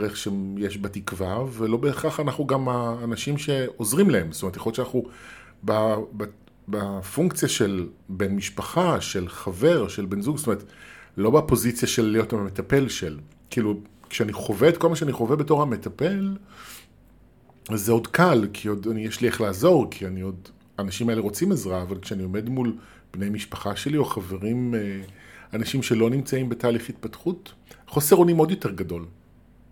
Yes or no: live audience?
no